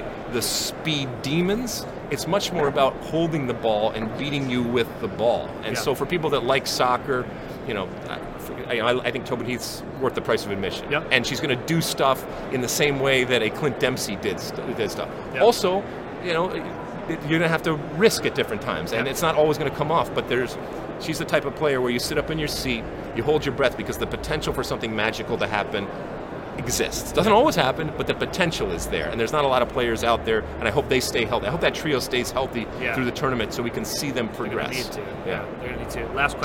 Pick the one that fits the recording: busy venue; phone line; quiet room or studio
busy venue